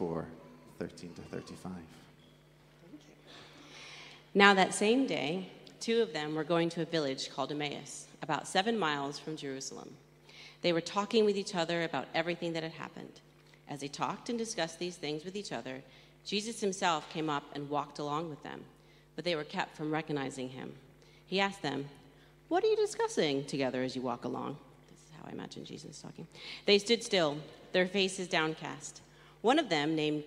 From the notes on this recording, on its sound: Streamed live at St Paul's Shadwell on Sunday, 26 March 2023.